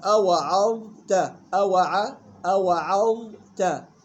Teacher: يلاحظ ترقيق العين والتاء